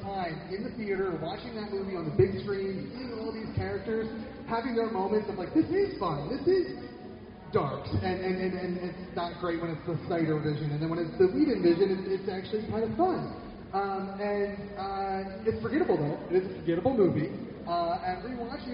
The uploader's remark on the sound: Blacklisted Podcast were honored to participate live at a weekend of panels at The Greater Philadelphia Comic Con. Sits with a panel of pop culture enthusiasts (comic book writers/artists, podcasters, comedians, wrestlers, and more).